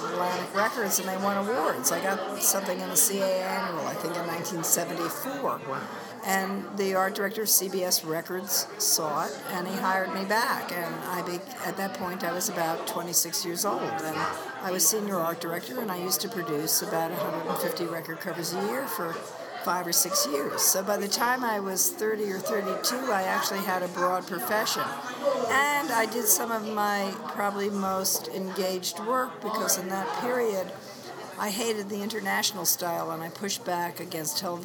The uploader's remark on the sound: My first night at AIGA Minnesota’s Design Camp. I was at a special pre-conference dinner for the speakers, sponsors and media for the event.